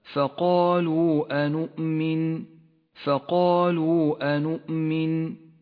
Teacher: جاءت الواو المدية في كلمة وبعدها حرف الهمزة في الكلمة التالية، لذلك سمي مدا منفصلا. لونت الواو باللون البرتقالي إشارة إلى جواز مدها بمقدار حركتين تسهيلا على القارئ المبتدئ. · Term: المد المنفصل